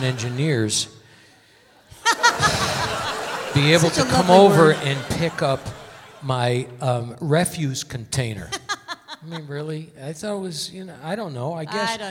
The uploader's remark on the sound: Live at the South Point 10-20-2016